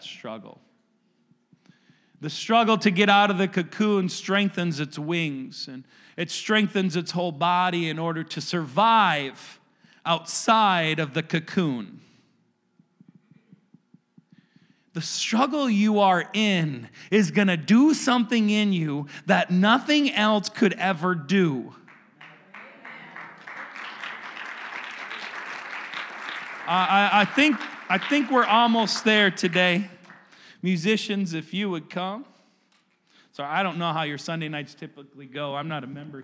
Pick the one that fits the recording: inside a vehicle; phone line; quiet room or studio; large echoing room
large echoing room